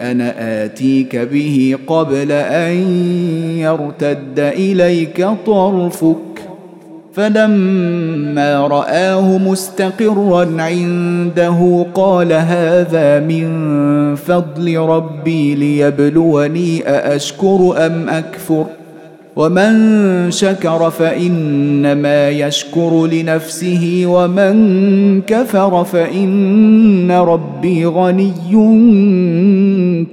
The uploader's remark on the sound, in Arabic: مسجل من صلاة التراويح بمسجد السلام بحي مشرفة بجدة.